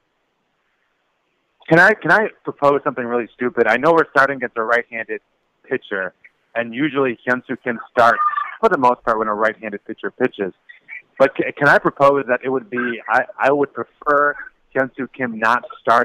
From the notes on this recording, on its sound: take to the phone